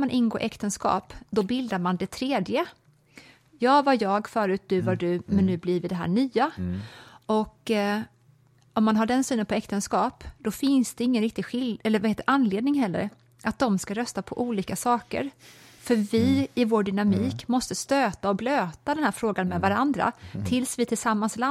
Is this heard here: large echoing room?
no